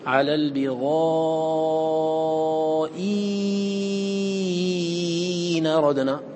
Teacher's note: الوجه الأول تسهيل بينه الذي قدمه، والوجه الآخر هو إبدال الهمزة الآخرة حرف مد، حرف مد ياء خالصة ساكنة